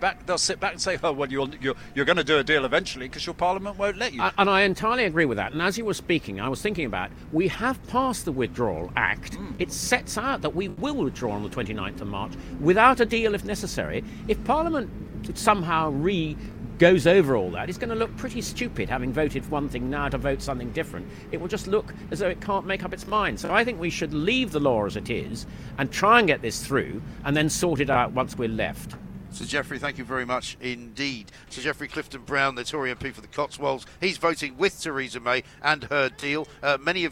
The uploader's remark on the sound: We're live from College Green.